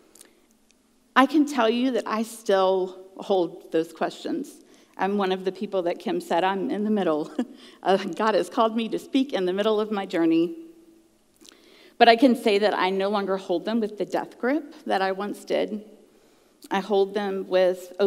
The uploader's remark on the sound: at the June icuTalks live event.